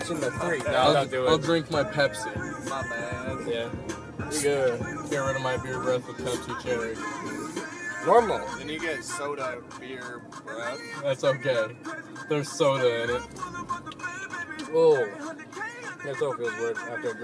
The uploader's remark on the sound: It's dangerous to a microphone in this car.